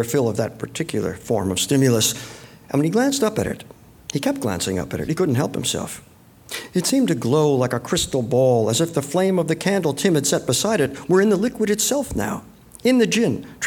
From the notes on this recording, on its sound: taped live at the Miami Book Fair